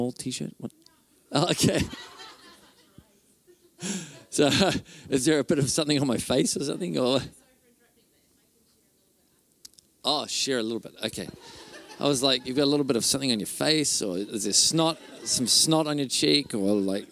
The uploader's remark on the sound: Thrive Conference - Session 5.